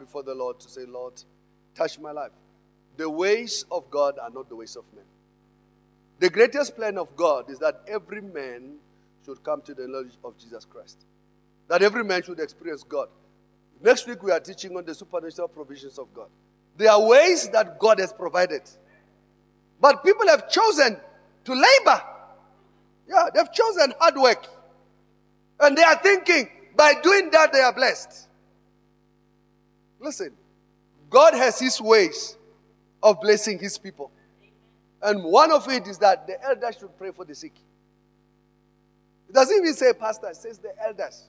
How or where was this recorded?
large echoing room